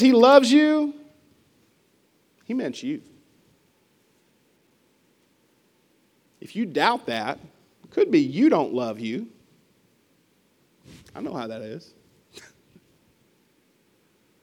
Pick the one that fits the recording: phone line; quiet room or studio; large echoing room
large echoing room